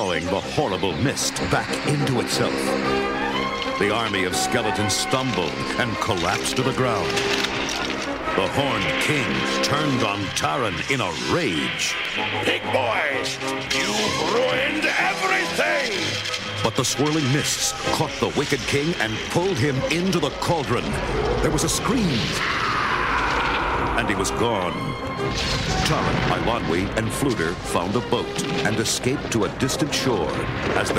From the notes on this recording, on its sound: hearing some audio from the Kansas City Comic Con (KCCC)